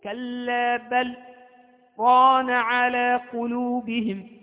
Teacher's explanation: أنا وقفت على اللام في كلمة بل من غير أن أخذ نفسا، انقطع الصوت عن القراءة بنية الاستئناف بغير أخذ نفس، فتقول كلا بل ران على قلوبهم، وهكذا. · Term: السكت